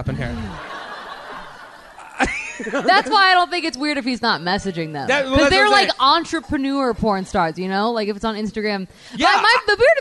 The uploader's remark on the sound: LIVE From The Comedy Zone in Charlotte